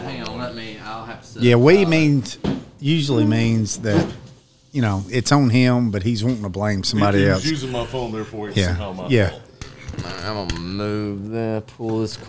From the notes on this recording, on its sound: We're live at Barrel House BBQ